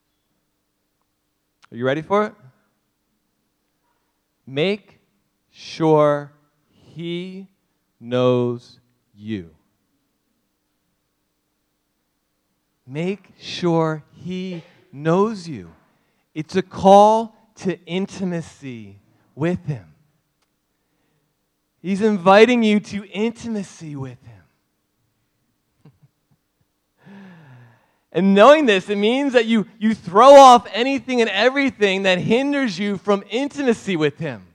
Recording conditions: large echoing room